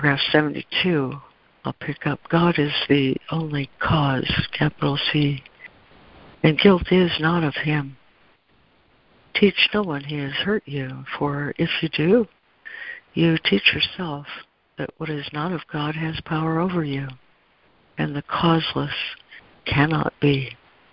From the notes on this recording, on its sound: ACIM Daily Conference Call